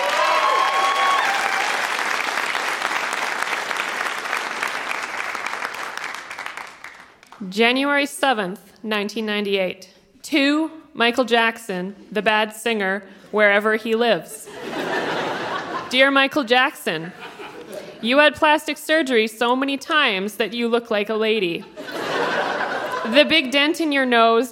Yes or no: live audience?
yes